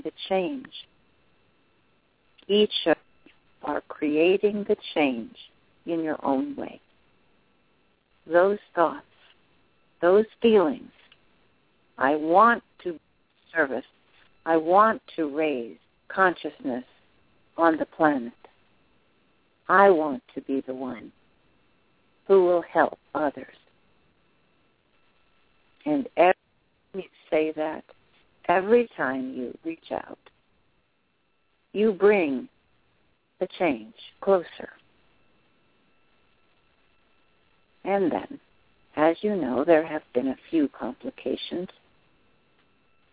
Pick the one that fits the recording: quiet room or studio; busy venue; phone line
phone line